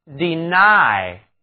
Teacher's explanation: 字母 Y 读作双元音 I，它的重音呢放在第二个音节上